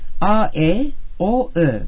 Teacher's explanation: ağzın açıklığına göre geniş ünlüler A, E, O, Ö